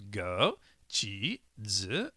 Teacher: for those of you who know a little bit of Chinese, each of them are third tone